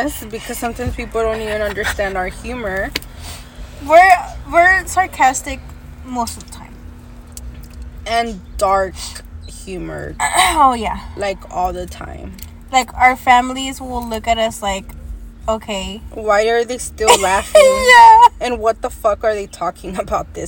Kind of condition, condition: fault, sounds in the background